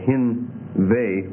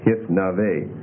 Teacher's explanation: So what's happened there is you've assimilated the tau into the nun · Shown in: first take · put the dagesh in the nun, and shortened the syllable. · Term: Assimilating the tau